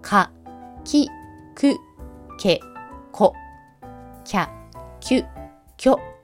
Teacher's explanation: 「キャ」という発音は舌の奥側が口蓋部分についた状態から離れる時に音が出ます